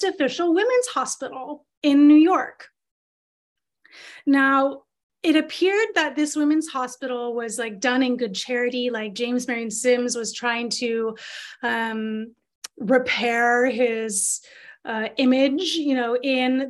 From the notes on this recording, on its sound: This is the audio of a webinar that was taught in Sept 2022.